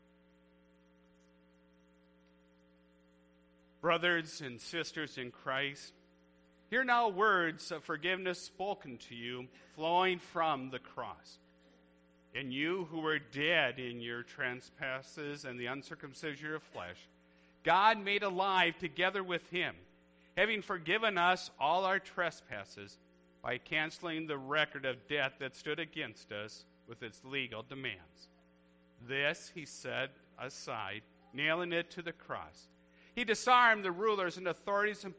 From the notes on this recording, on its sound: A church service recorded on Good Friday at Living Water Lutheran Church, Oshkosh, WI.